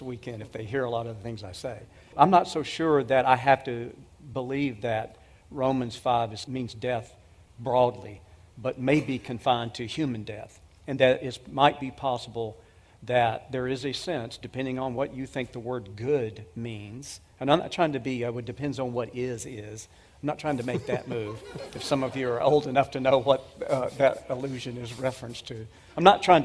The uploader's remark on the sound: These were just a few of the questions addressed at the Question and Answer time at the 2023 Evidence and Answers Conference.